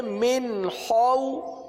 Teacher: حرف خا اور جیسا کہ پہلے عرض کیا گیا تھا کہ خا حلق سے ادا ہوتا ہے حلق کے اوپر والے حصے سے ادا ہوتا ہے